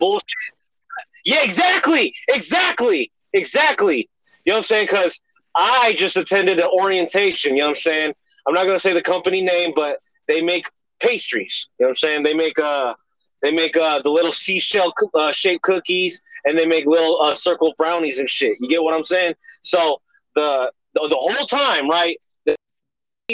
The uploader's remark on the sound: BEHIND THE WHEEL EDITION. While driving in traffic. As we conduct Behind The Wheels behind the wheel.